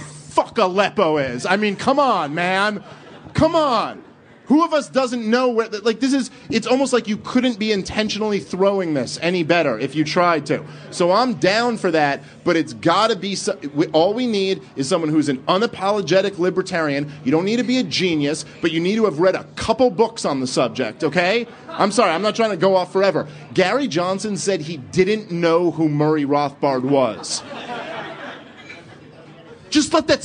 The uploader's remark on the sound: A podcast recorded live in Los Angeles at our special “Liberty Behind the Lines” event. They spent an hour taking questions from fans in attendance.